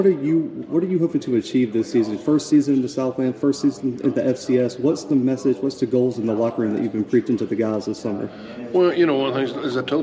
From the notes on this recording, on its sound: 2022 Southland Media Day. Live at the Southland Conference Media Day!